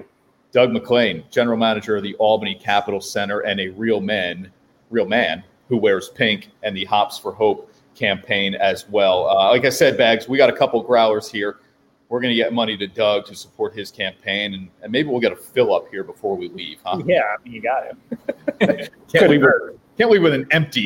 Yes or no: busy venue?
yes